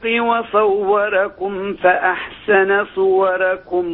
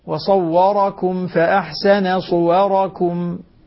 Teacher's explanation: الراء مفتوحة وقبلها فتح مفخمة عند جميع القراء · Shown in: second take